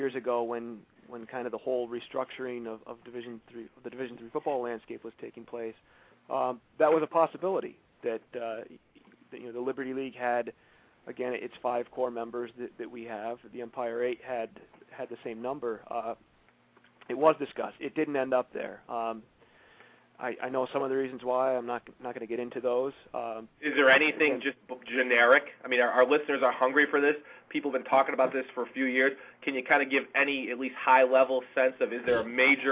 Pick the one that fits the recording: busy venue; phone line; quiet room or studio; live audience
phone line